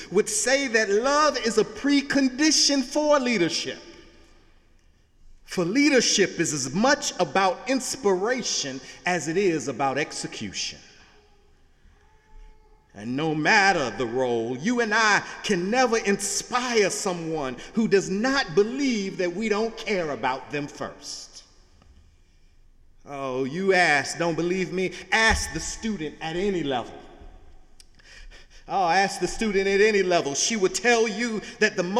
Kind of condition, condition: setting, large echoing room